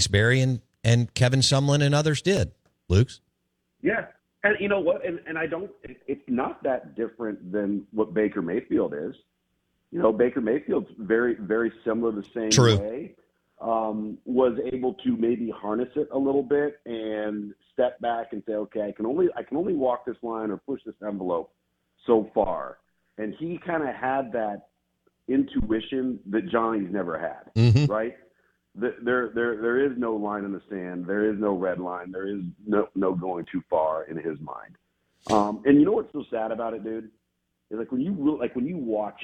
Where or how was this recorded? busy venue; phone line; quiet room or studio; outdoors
phone line